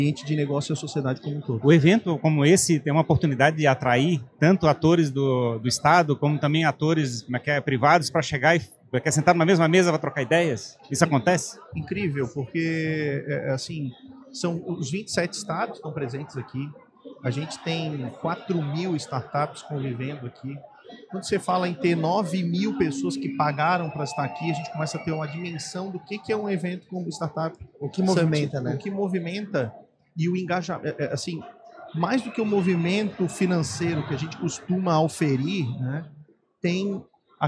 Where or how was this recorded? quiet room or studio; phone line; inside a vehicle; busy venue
busy venue